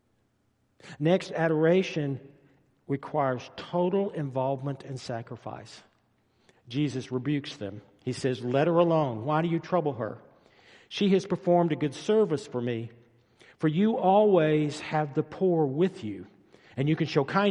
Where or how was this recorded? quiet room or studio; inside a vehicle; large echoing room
large echoing room